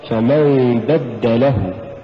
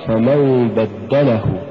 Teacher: نلاحظ أننا دفعنا بحرف الدال دفعة لطيفة فأصبحت بدله، ولم ندفع باللام · Shown in: second take · لأننا إذا دفعنا باللام لفصلت الكلمة له عن كلمة بد فأصبحت بدله، إنما الصواب بدله.